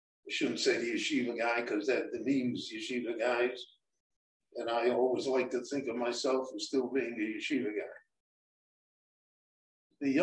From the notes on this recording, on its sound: This short Dvar torah was recorded LIVE in Jerusalem at Beit Knesset HaNassi on March 9, 2021.